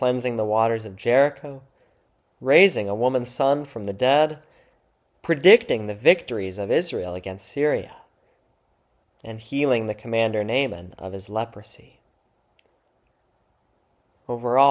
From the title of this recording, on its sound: February 11, 2024 Church Service